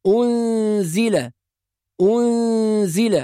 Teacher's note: يعني أضم الشفتين عند الهمزة المضمومة وأرجع الشفتين عند النون الساكنة أثناء الغنة. فنقول أنزل أنزل بهذه الطريقة. · Term: الضم والإرجاع